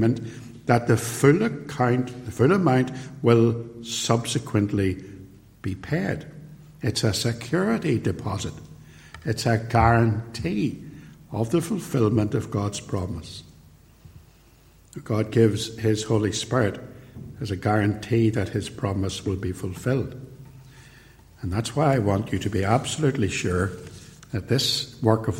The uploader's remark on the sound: Preached at Ballymacashon and Templepatrick Reformed Church. Recorded at TRC and used here with their kind permission.